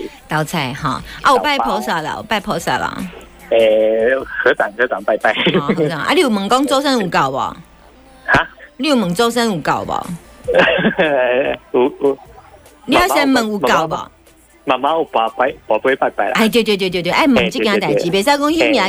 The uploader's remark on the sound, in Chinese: 在玉皇大帝廟門前CALLIN本問工作。這女孩在廟前CALL IN 本試問工作。